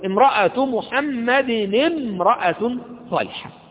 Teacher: فإذا مثلا قلت مثلا امرأة محمد امرأة صالحة، امرأة محمد امرأة صالحة، انظر لهذا المثال، امرأة لما بدأت بكلمة امرأة بدأت بالهمزة نطقتها فقلت امرأة محمد. طيب لما جاءت في وسط الكلام سقطت هذه الهمزة لأنها همزة وصل